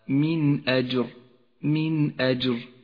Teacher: تظهر النون الساكنة من غير غنة أو تشديد إذا جاء بعدها حرف الهمزة · Term: الإظهار